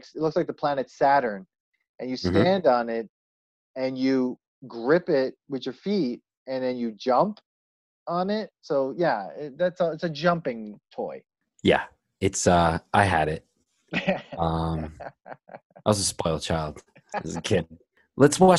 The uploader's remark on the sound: On Zoom so there are some small sound discrepancies.